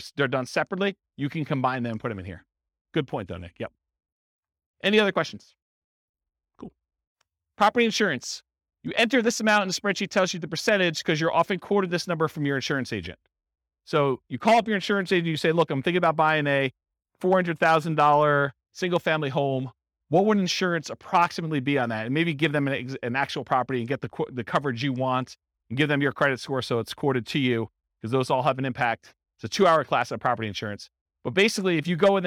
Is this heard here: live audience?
yes